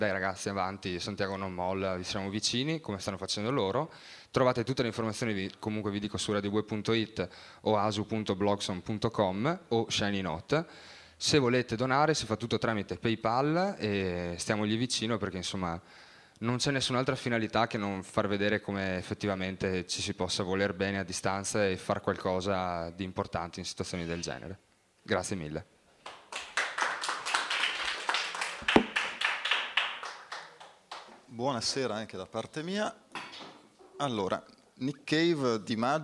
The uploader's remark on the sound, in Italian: All'Osteria di Fuori Porta di Padova il 27 maggio 2012 e trasmesso in diretta da Radio Bue, la radio dell'Università degli studi di Padova.